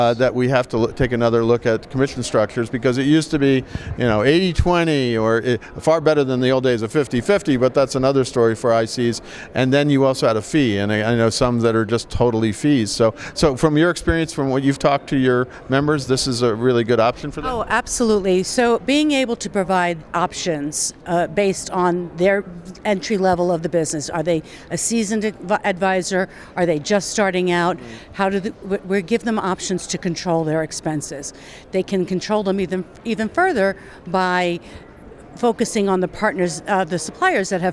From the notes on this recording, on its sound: at this month’s Signature Travel Network conference in Las Vegas